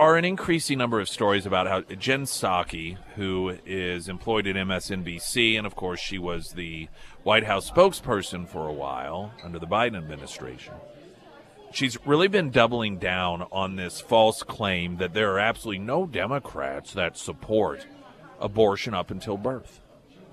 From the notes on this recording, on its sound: live at Scramblers Diner for the Friday Road Show